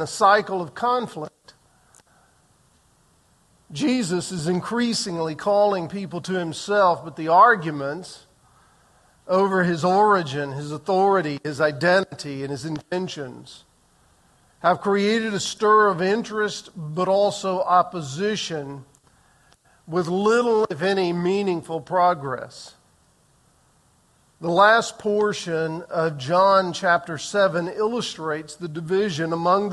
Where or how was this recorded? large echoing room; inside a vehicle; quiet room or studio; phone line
large echoing room